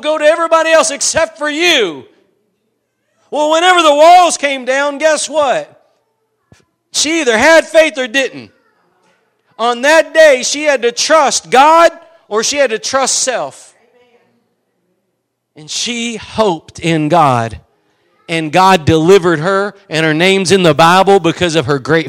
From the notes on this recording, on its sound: Preached at Gospel Lighthouse in Bossier City, La.